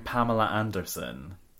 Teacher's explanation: you're sticking an R in between those two words to sort of bridge between the two A's. But I'm also not pronouncing the R in Anderson.